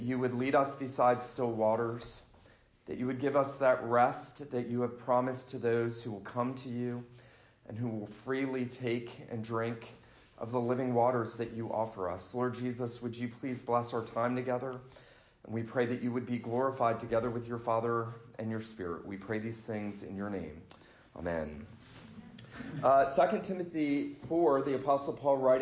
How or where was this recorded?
large echoing room